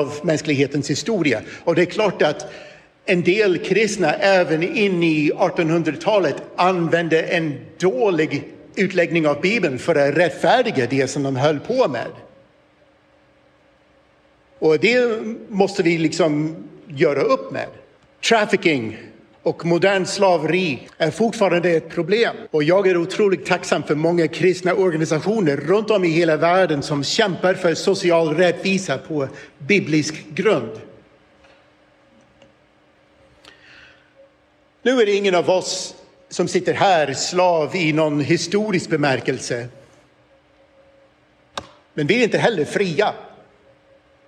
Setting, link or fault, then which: setting, live audience